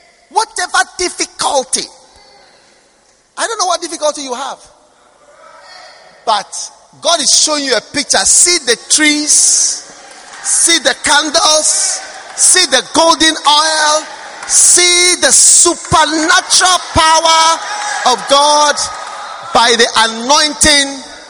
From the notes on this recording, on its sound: Preached at the First Love Center, Accra